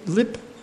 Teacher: at the end of a word, there's almost no aspiration. Basically none. · Term: unaspirated pa